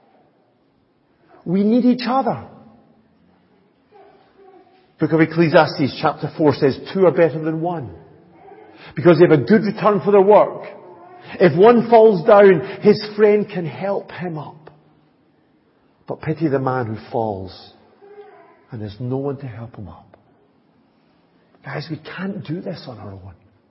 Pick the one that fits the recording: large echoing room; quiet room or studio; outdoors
large echoing room